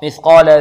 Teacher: والقاف مفخمة لأن حروف خص ضاد قظ، والألف بعدها مفخمة لأنها تتبع قاف